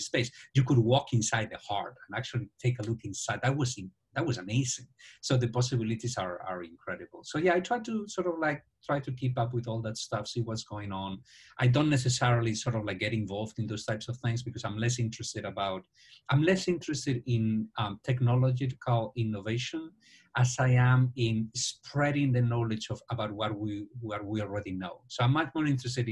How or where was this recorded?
video call